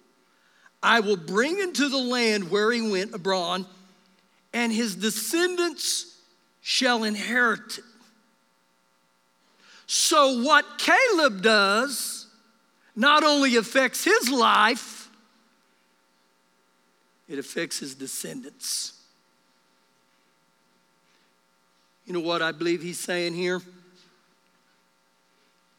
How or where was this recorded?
large echoing room